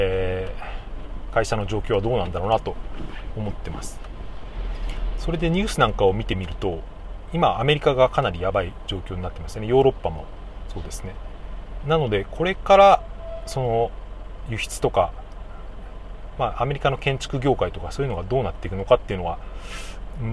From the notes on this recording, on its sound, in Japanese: トラック運転しながら配信してます